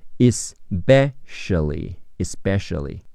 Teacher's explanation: p 本身发泼，在这里浊化变成不